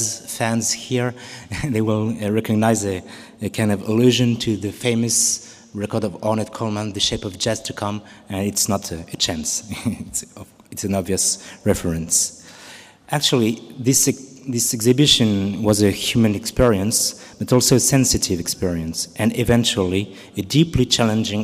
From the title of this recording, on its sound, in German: Mitschnitt der Eröffnung Ausstellung radical jewish culture in Berlin